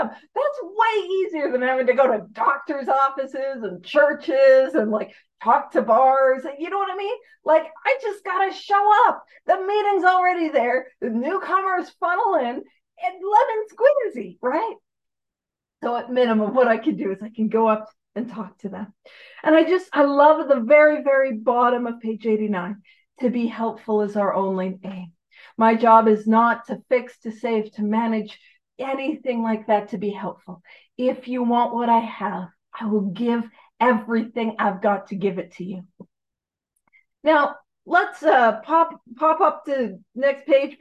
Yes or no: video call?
yes